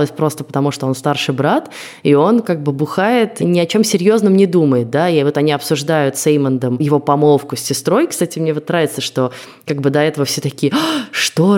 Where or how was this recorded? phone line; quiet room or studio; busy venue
quiet room or studio